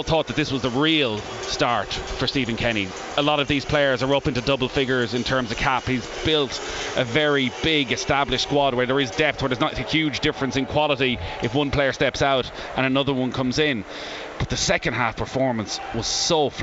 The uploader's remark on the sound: As we report LIVE from the Aviva Stadium for a preview of Ireland vs Ukraine, followed by live match commentary.